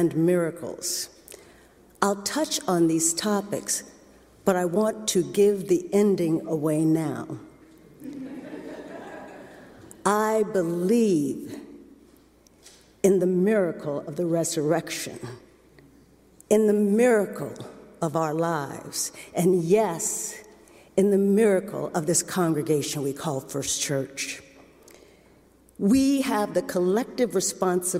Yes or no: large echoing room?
yes